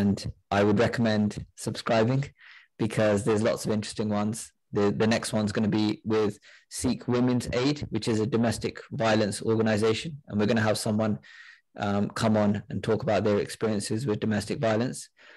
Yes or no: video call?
yes